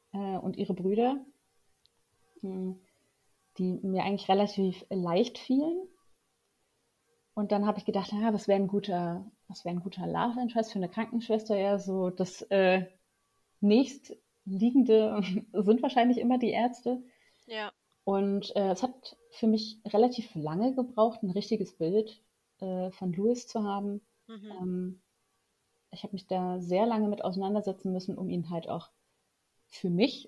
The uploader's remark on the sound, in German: Leider waren die technischen Probleme dieses Mal besonders hartnäckig